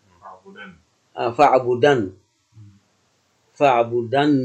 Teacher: فالنون للتوكيد الخفيفة عند الوقف عليه تبدل ألفا، وإذا أبدل ألفا يمت، فيمت فيه إطلاق الصوت، لكن هذا الإطلاق بسبب قلب نون التوكيد الخفيفة ألفا، بخلاف ما ذكره هنا، فإن الألف هنا زيد لإطلاق الصوت.